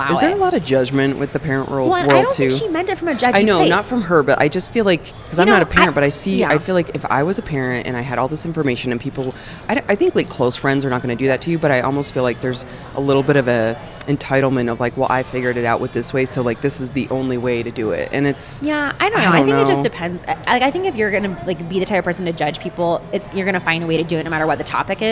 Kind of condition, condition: setting, busy venue